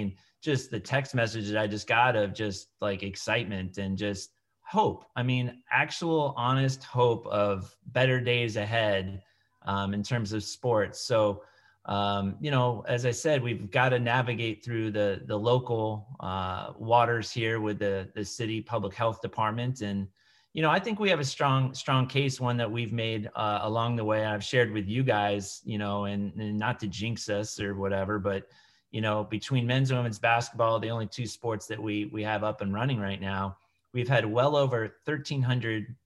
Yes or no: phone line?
no